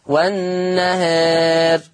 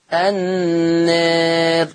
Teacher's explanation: يترتب على تقليل الالف ترقيق الراء وقفا